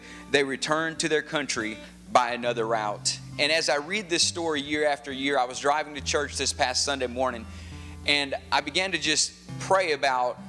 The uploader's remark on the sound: Advent Conspiracy Midnight Christmas Eve Service 2013 (Audio).